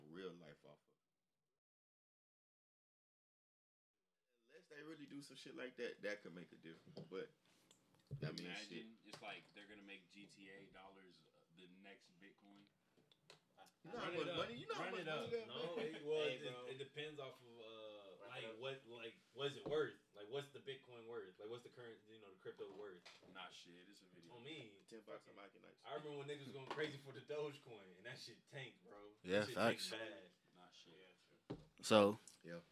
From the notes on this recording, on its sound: Technical Difficulties.